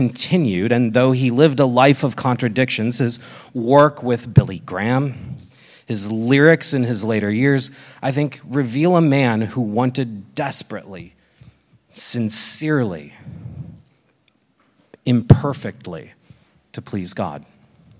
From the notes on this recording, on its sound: This exposition was recorded at the Portland, OR 2023 Workshop